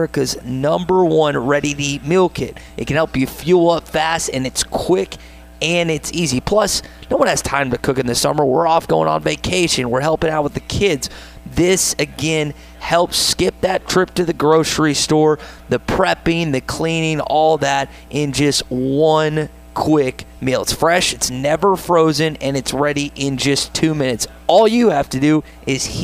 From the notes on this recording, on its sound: At SEC Media Days! Live from Radio Row.